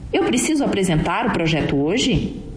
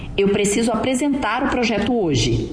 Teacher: Já a afirmação tem uma finalização reta ou descendente. · Shown in: second take